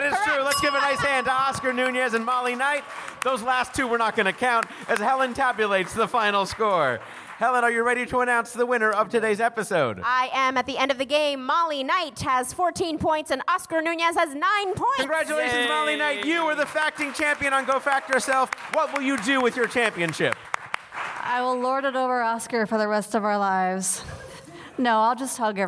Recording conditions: busy venue